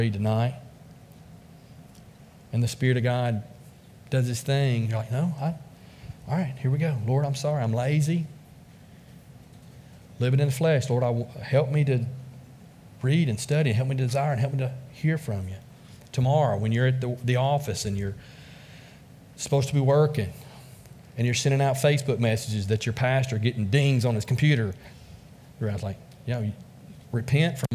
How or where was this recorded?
large echoing room